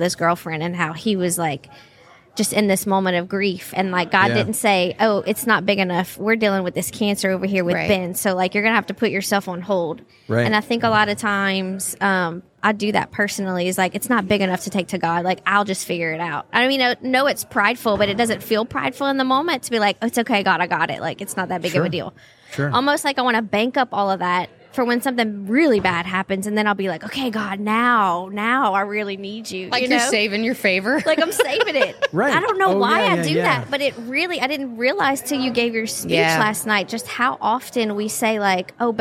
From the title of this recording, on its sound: Live from Steubenville South